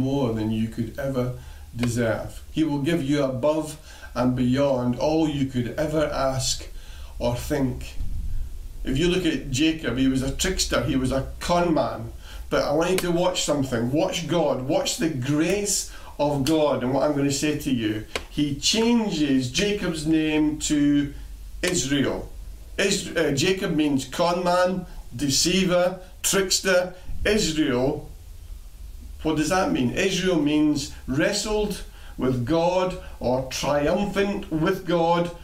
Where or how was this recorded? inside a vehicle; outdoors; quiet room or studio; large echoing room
large echoing room